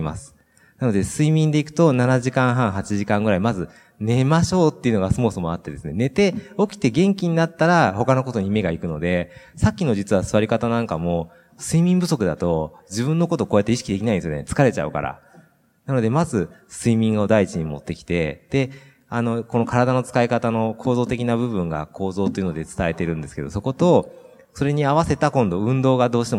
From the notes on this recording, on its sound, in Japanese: 北海道「丘のまち びえい宮様国際スキーマラソン」大会終了後公開収録にて対談をさせていただきました。